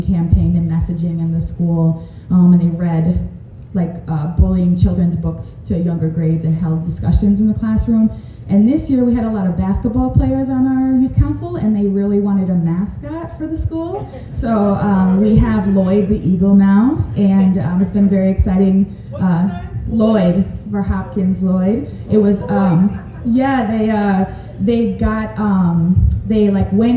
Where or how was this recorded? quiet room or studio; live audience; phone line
live audience